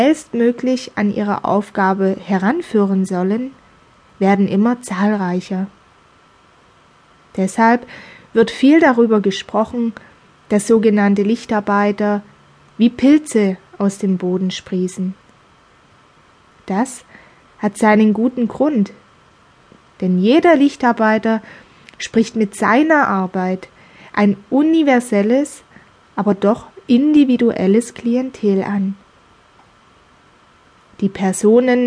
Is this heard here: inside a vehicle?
no